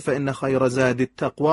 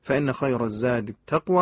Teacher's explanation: بعضی فان خیر الزاد التقوى میخونن، یعنی الف و لامو حذف میکنن · Shown in: first take